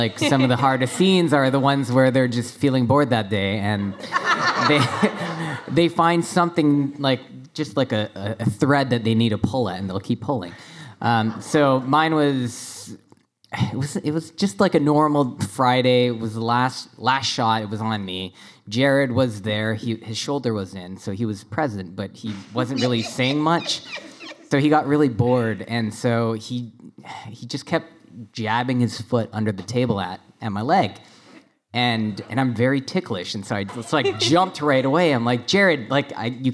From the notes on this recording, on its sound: Recorded at RI Comic-Con 2021